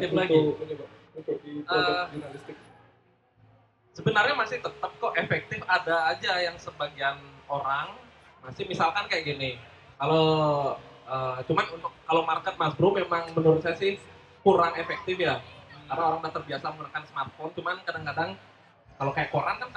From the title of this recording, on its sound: Live at Creator Corner by HIPMI Denpasar